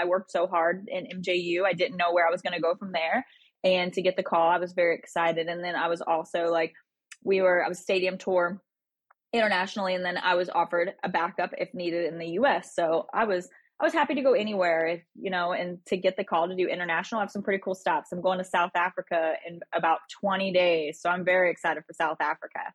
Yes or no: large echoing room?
no